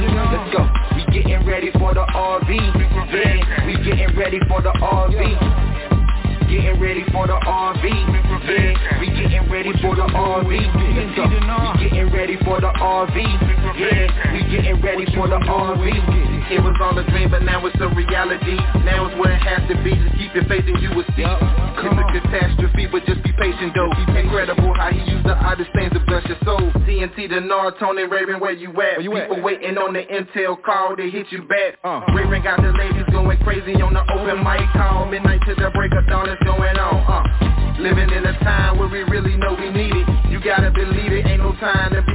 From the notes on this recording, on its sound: TNTSuperfantastic Conference Call